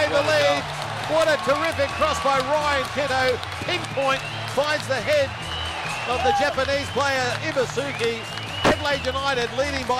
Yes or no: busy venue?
yes